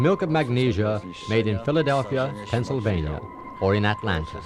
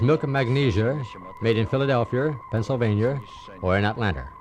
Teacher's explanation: the adding of the R at the end of a word · Shown in: second take